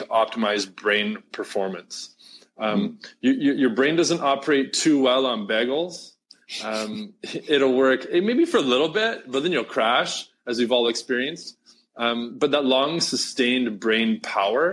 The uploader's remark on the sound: live stream call